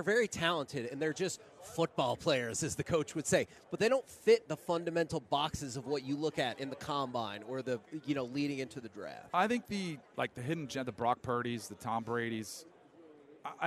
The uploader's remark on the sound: LIVE from Radio Row in Las Vegas!